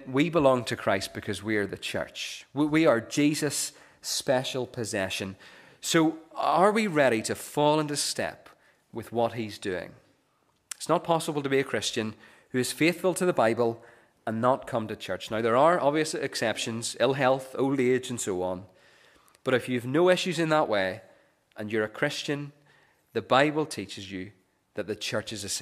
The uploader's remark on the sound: This is the recording of the Bible reading and sermon from our morning service on Sunday 27th August 2023.